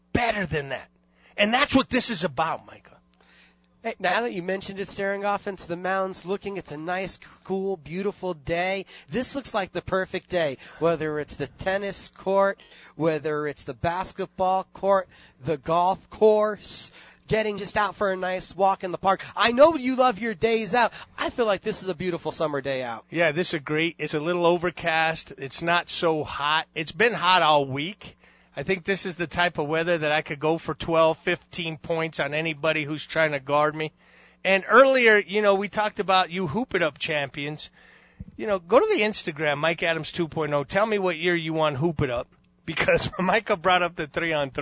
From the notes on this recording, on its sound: on location at 8 Gradys Performance Center